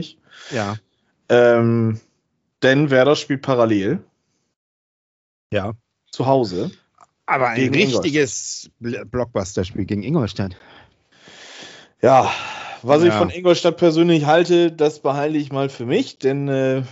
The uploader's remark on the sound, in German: Aufgezeichnet am 17.02.2022 via Skype